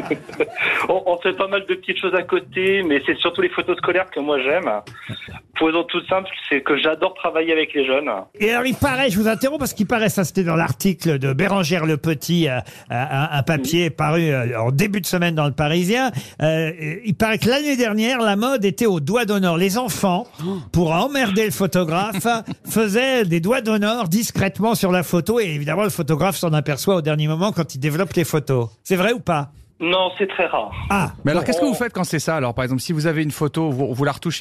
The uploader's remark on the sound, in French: LE COUP DE FIL DU JOUR. Au téléphone des Grosses Têtes ce 12 octobre.